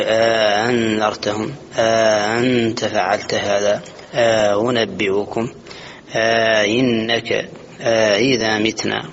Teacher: مد قالون مدا زائدا بين الهمزة المحققة الأولى والهمزة المسهلة، هذه القاعدة السابقة، يمد بينهما مدا يفصل به بين المحققة والمسهلة، ويسمى ألف الإدخال